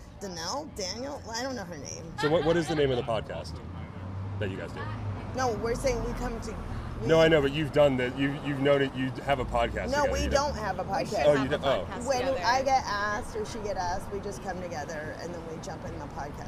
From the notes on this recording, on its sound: As we nerd out in public over Futurama before the HaHa Harvest Festival showcases at Kelly’s Olympian in Downtown Portland!